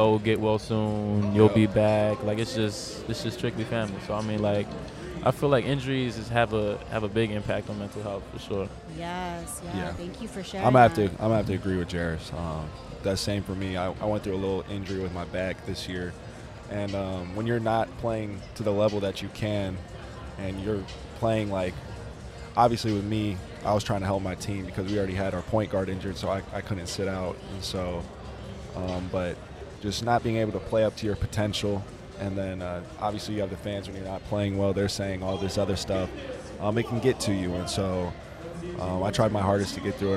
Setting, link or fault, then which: setting, busy venue